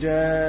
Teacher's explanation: يعاملها سيدنا ورش معاملة مد البدل فيمدها، يقول جاءوا حتى في الوقف، حتى في الوقف يمده مد بدل، فهو ليس من قبيل البدل، إنما يسمى شبيه بالبدل لتقدم الهمز على حرف الايه، على حرف الايه.